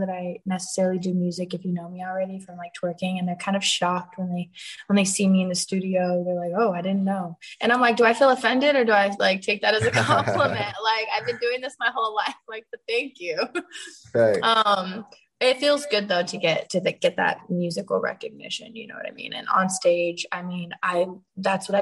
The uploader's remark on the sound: zoom interview